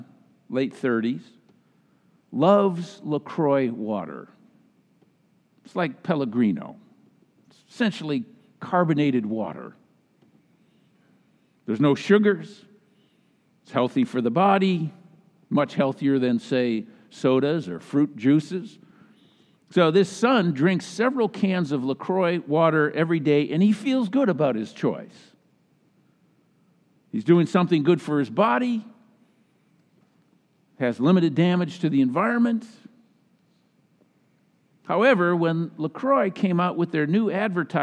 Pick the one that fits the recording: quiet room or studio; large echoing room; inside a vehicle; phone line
large echoing room